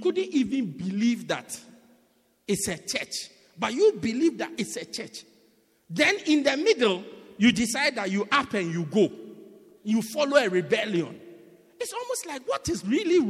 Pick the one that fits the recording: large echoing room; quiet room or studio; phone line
large echoing room